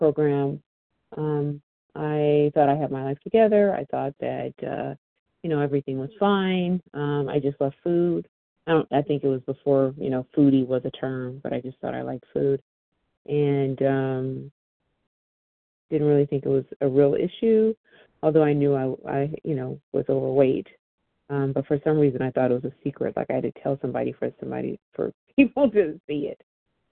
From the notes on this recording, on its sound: 100 Pounders Phone Meeting